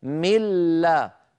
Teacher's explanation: حولت النون إلى لام ساكنة، النون الساكنة حولتها إلى لام ساكنة، وأدغمت اللام الساكنة في اللام المتحركة التي بعدها، فصار النطق بلام واحدة مشددة، بحيث يصيران حرفا واحدا مشددا من جنس الثاني. · Term: الإدغام